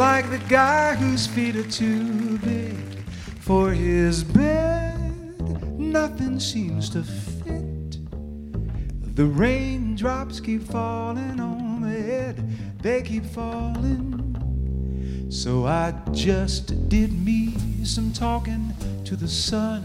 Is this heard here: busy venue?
yes